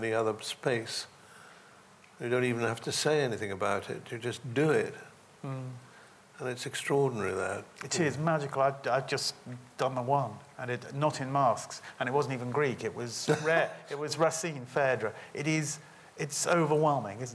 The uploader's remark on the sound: This interview is a recording of a live Platform event in the Cottesloe Theatre from January 2011